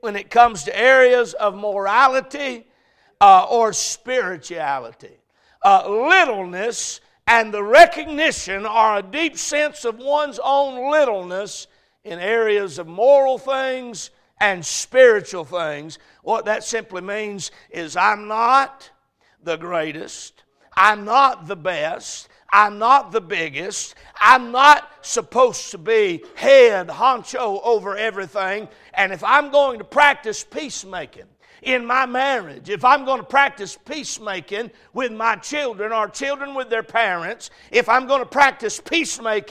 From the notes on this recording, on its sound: A message preached at Crossroads Baptist Church